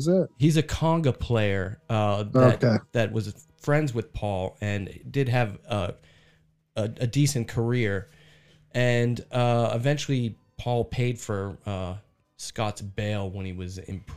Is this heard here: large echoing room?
no